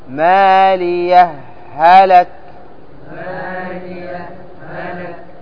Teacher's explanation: تقف على الهاء الذي هو يسمى السكت، تسكت سكتة لطيفة ثم تأتي بالهاء الثانية